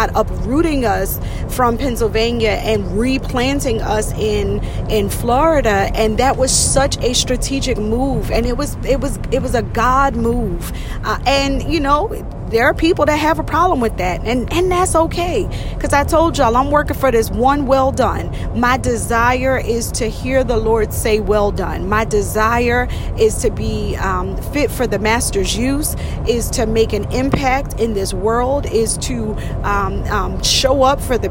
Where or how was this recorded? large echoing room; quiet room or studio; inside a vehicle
inside a vehicle